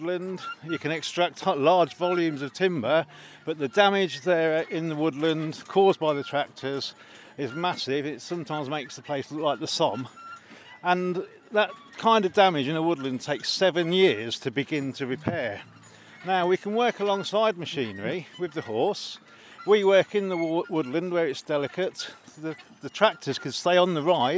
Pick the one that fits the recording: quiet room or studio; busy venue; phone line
busy venue